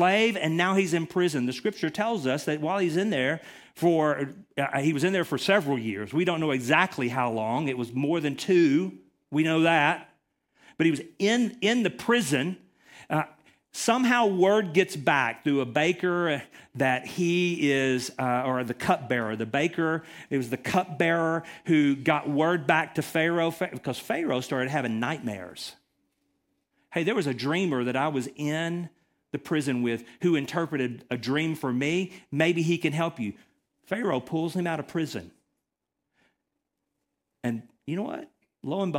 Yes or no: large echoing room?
yes